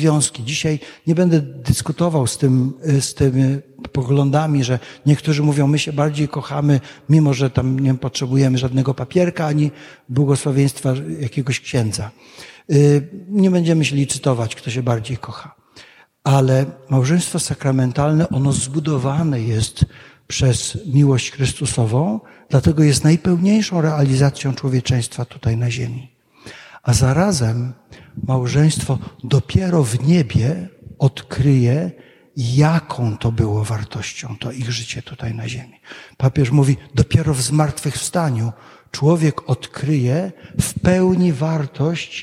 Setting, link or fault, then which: setting, large echoing room